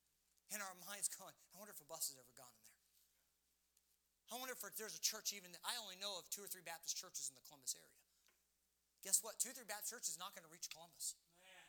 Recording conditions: large echoing room